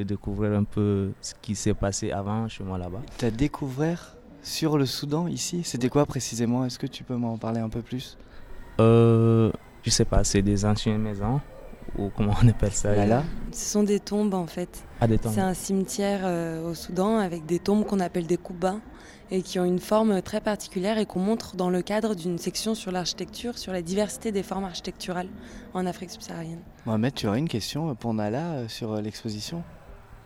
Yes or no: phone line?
no